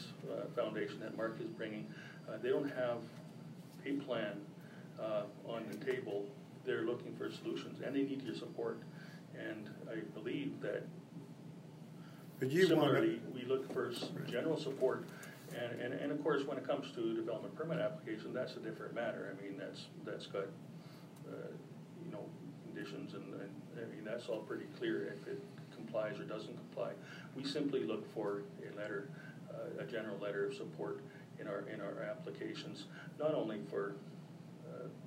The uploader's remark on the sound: Audio recording of the July 23, 2018 Regular Meeting of Peace River's Town Council.